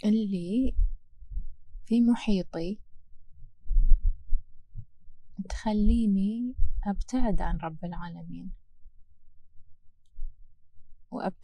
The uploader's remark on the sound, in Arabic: أول شي أريد أتأسف منكم على جودة الصوت لأني كنت اسجل الحلقه ع البحر وصوت الهوا خرّب الدنيا شويتين. حاولت اصفّي الصوت بس مازال الأثر موجود.